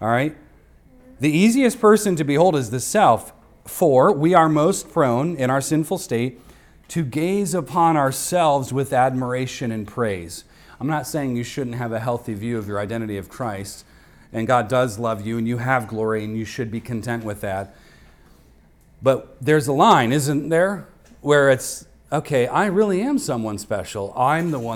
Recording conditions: large echoing room